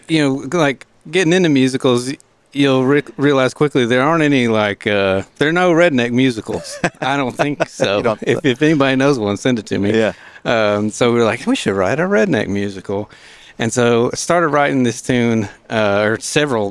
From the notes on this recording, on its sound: As we continue our series of episodes from the Discovery Park of America. We are excited to be outside on the grounds of Discovery Park. Listening for some birds and playing a few songs on the porch.